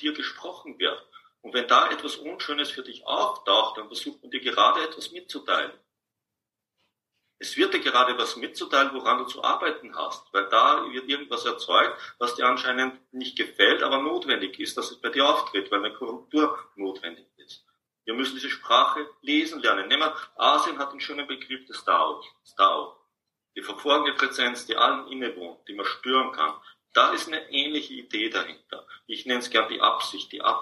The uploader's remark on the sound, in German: Dies ist ein Mitschnitt aus einem Online Seminar.